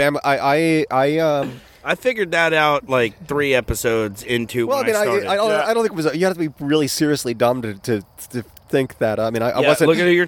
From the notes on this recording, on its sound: He came out and recorded in the backyard with us for our first episode!